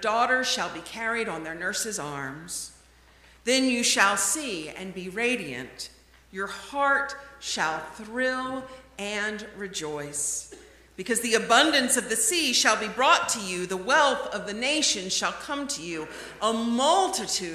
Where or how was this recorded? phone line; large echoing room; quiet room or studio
large echoing room